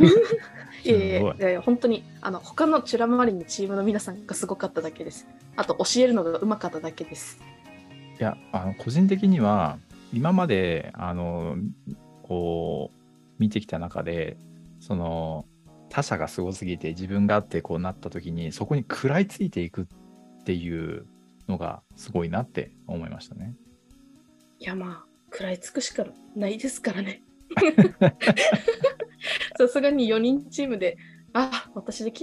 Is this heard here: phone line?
no